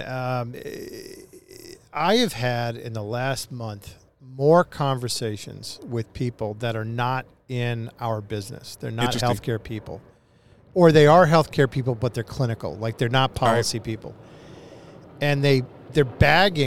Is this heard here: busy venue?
yes